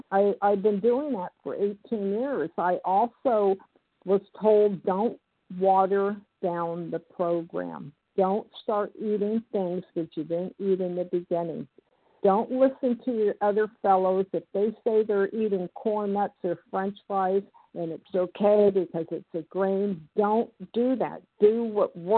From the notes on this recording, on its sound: from the 100 Pounders Phone Meeting, 5/10/23